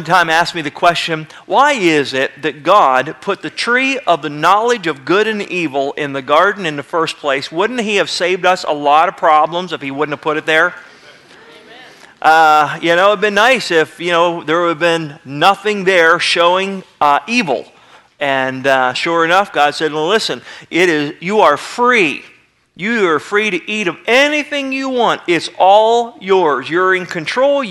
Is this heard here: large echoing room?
yes